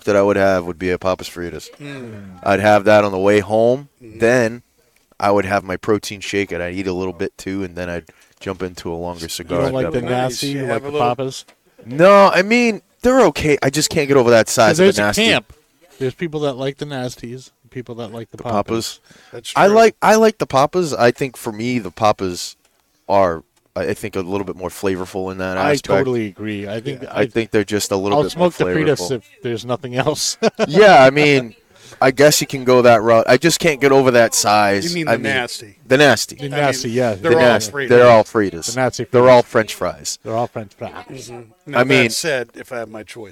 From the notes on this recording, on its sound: Recorded live from the 7-20-4 Lounge!